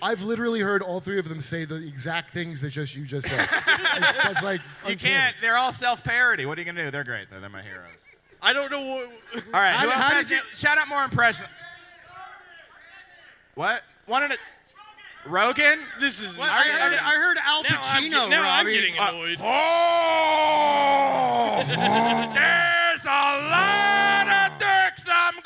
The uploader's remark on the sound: LIVE from Skankfest South at The Secret Group in Houston, Texas!